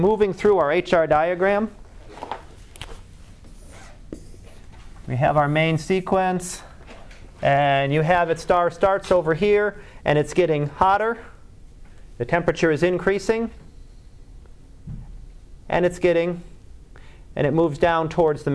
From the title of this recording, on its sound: Live Class Lecture